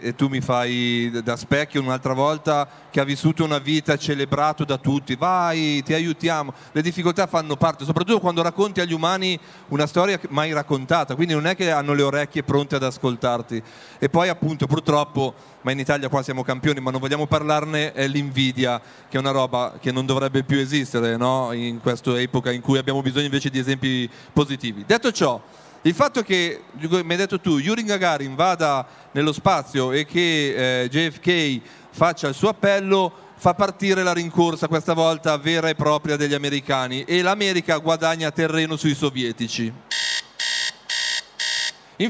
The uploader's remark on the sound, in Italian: Realizza un episodio speciale dal vivo dal Salone Internazionale del Libro di Torino 2019, in collaborazione con la Compagnia di San Paolo.